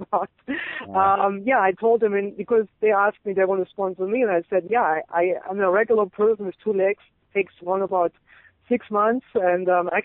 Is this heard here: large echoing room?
no